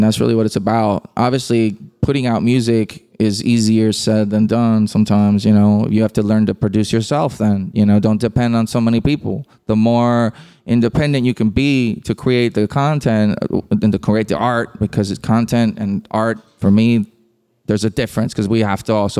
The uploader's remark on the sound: From the heart of Hollywood at the beautiful Gibson Guitars Showroom. At an unforgettable live event.